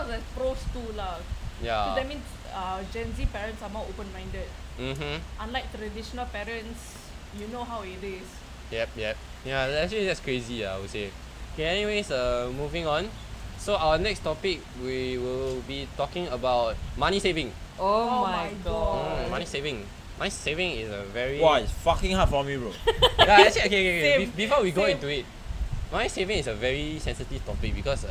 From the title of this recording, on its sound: First podcast and we are outdoors ?!